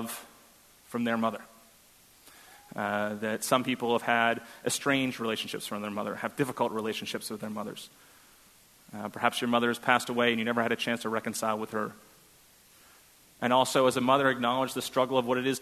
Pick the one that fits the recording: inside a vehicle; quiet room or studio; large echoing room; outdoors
large echoing room